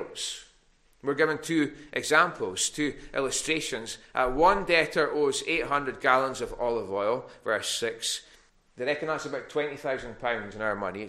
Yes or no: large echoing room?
yes